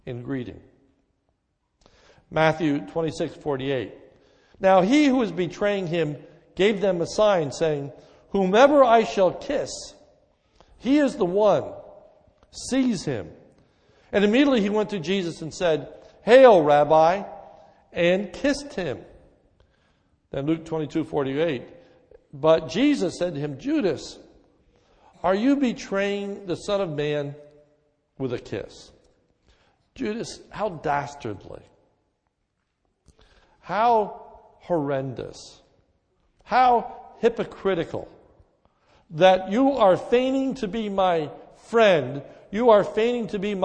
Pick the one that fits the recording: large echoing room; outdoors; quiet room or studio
large echoing room